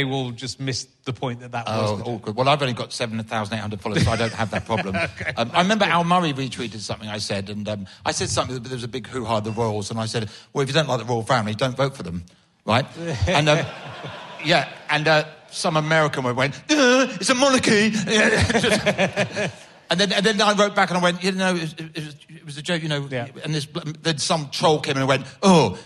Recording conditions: live audience